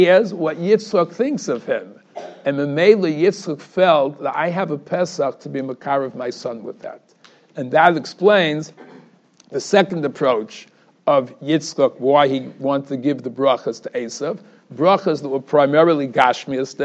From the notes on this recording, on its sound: Shiur recorded in Yeshivas Ohr Reuven, Monsey, NY.